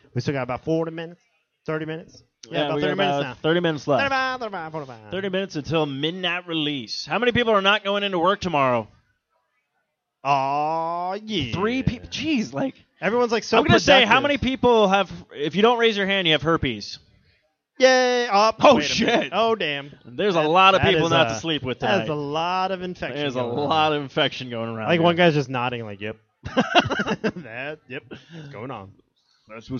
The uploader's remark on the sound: This week’s show is the recording of the Bro’s LIVE Remote event at Gamestop for the release party of the latest next-gen console from Microsoft… the Xbox One!